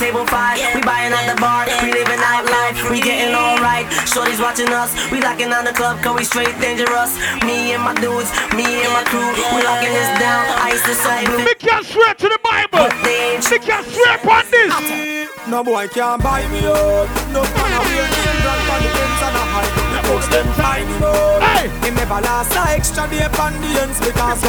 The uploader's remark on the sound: LIVE AUDIO AT DANCEHALL SATURDAZE IN HELSINKI, FINLAND.